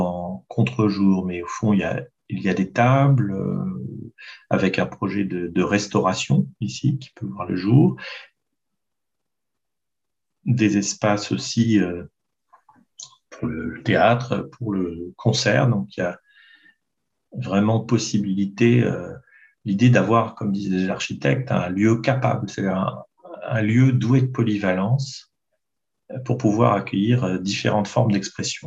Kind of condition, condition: link, video call